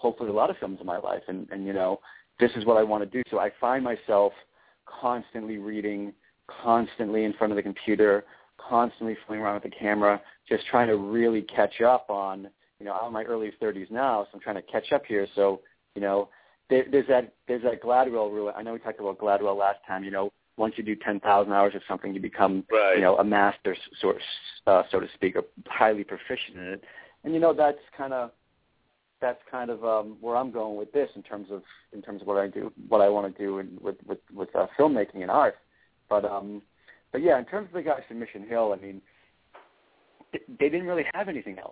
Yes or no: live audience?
no